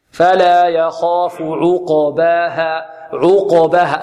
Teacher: العين مضمومة، نضم فيها الشفتين